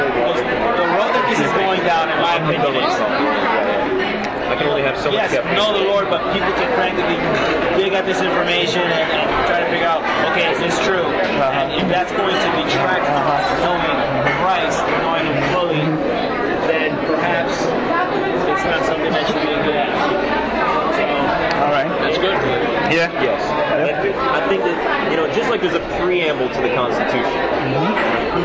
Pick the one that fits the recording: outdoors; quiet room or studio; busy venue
busy venue